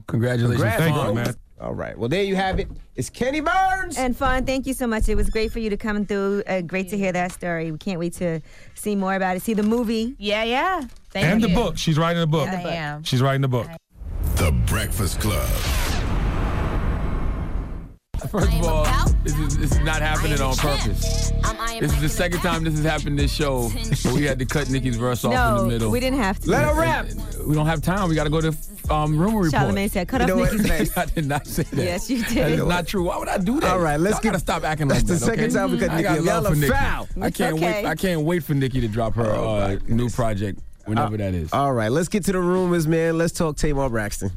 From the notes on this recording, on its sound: We opened the phone lines to see if our listeners had any thought of who it might be.